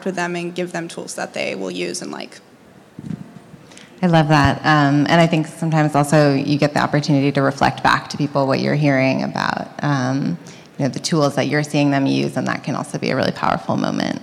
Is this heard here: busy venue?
yes